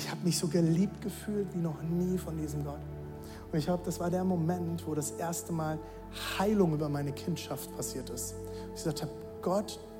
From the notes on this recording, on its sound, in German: Audiomitschnitt der Predigt